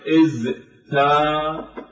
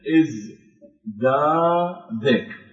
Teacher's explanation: التاء إذا جهرنا بها تنقلب إلى دال · Shown in: second take · فأقول الزاي حرف مجهور التاء حرف مهموس، أي مخرج من المخارج المجهورة أقرب إلى حرف التاء؟ · Term: المماثلة